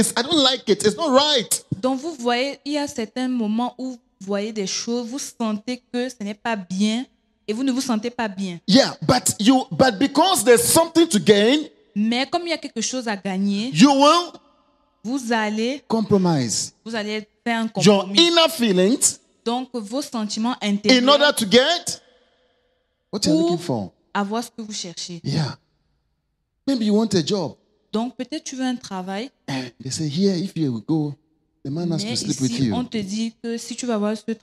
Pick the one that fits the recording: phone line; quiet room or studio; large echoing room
large echoing room